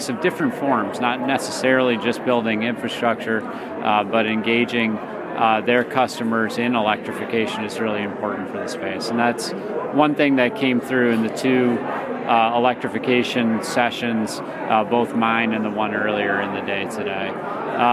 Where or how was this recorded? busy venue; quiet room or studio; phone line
busy venue